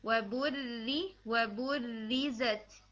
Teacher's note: first را را مشددہ میں ہم را حرکہ کو فالو کرتے ہیں تو یہاں پہ چونکہ را کسرہ کے ساتھ ہے تو اس کو ہم لائٹ رکھیں گے